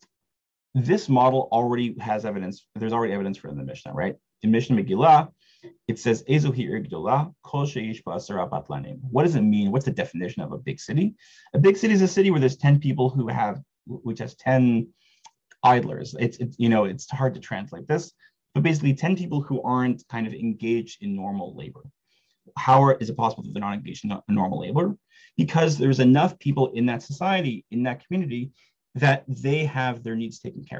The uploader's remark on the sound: This audio was originally captured from Zoom